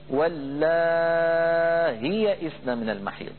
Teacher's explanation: ورش رحمه الله يقرأها بهمزة مسهلة من غير ياء بعدها